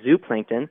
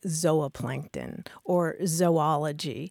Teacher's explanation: the super traditional scientific pronunciation would be a long O sound · Shown in: second take